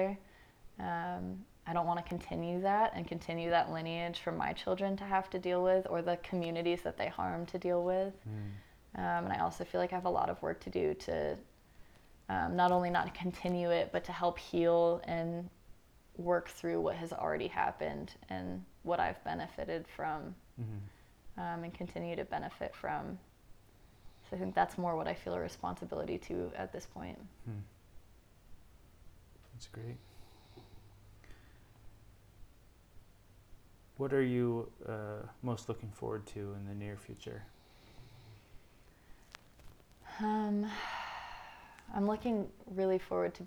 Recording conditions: sounds in the background